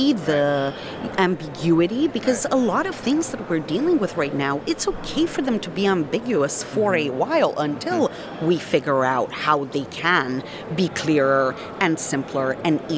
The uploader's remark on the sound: This episode takes place in the geographical heart of Layer Zero: the middle of DevConnect, the 2022 Amsterdam conference. With the backdrop of a lively conference center.